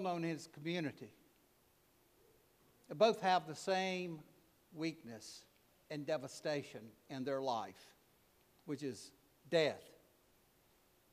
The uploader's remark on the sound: preached at All Saints Anglican Church in Charlottesville, VA on November 19, 2023